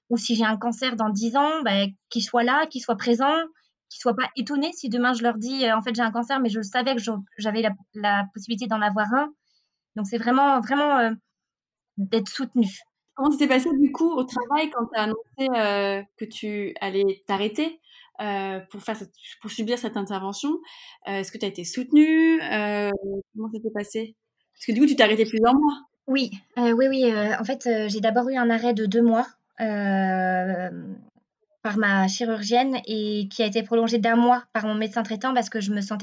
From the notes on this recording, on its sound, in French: Nous avons l’immense plaisir de vous retrouver pour un nouvel épisode enregistré à distance. On s’excuse par avance du son qui n’est pas optimal, enregistrement à distance oblige.